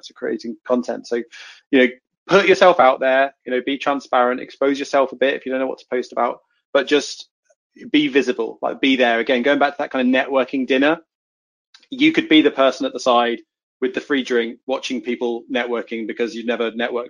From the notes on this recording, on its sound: This episode is the audio from a previous webinar